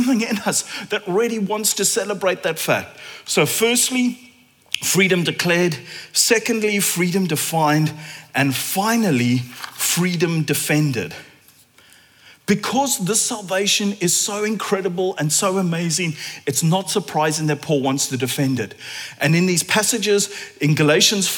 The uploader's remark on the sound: at Common Ground Church Rondebosch